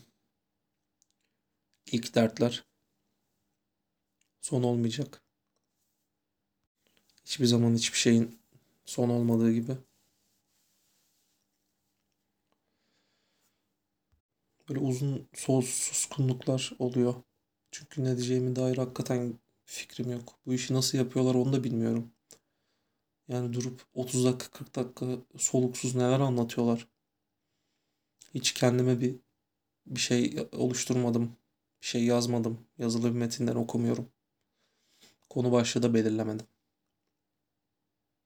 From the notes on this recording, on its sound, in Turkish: Kayıt telefondan yapıldığı için kulaklarınızdan özür dilerim.